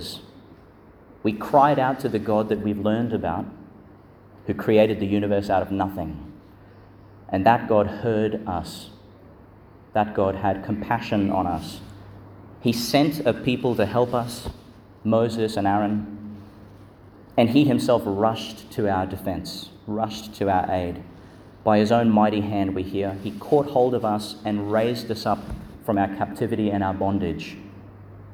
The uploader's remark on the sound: delivered in Our Lady Star of the Sea, Gladstone, and Our Lady of Mount Carmel, Mt Larcom, Qld.